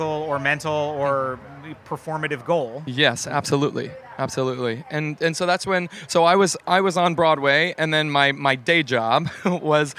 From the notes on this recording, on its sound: For HRN’s final day broadcasting from Charleston Wine + Food.